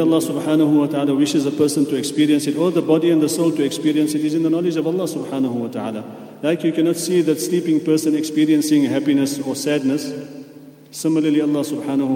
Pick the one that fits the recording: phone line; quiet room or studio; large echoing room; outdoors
large echoing room